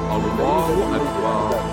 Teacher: وينبغي تفخيم اللام من لفظ الجلالة والراء من أكبر. التفخيم هو ضد الإمالة والترهيب، وينبغي للمصلي أن يأتي بالهمزة همزة الله وراء أكبر في التفخيم، أي بملء الفم الله أكبر.